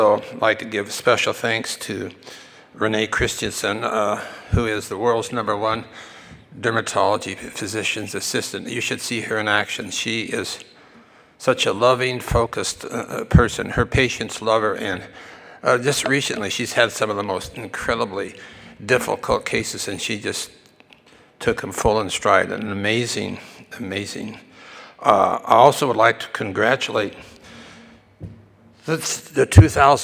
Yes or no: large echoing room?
yes